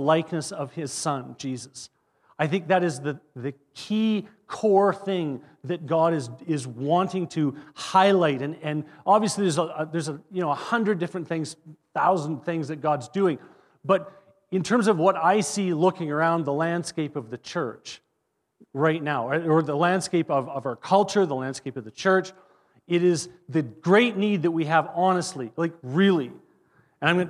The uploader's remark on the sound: At our Edmonton Gathering in January 2024 at Greenfield Community Church.